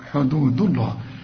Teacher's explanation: وما دام الدال عليها الضمة يبقى لفظ الجلالة مفخم، حدود الله.